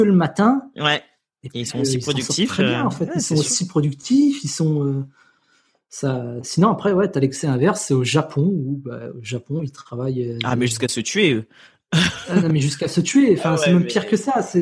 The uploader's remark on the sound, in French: Épisode enregistré à distance